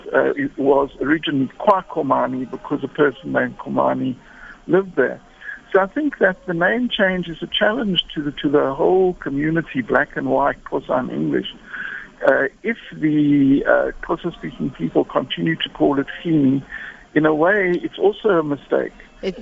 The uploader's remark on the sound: GUEST (Phone)